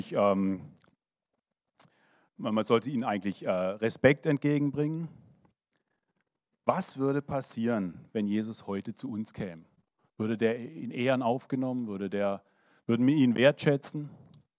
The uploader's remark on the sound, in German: 2023 in der Gemeinde Kaleo Schopfheim aufgenommen.